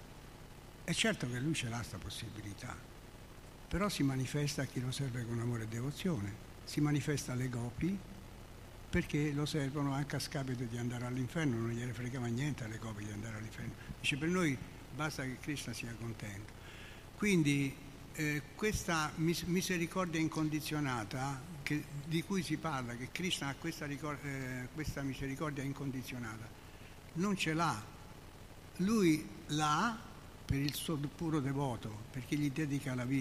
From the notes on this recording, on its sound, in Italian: in diretta dal Tempio di Villa Vrindavana